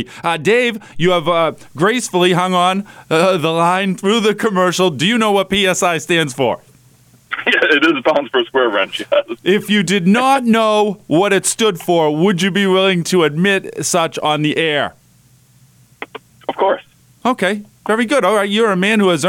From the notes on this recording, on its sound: The callers are starting to fill the WKXL phone lines, and on the show today we heard from a few of them.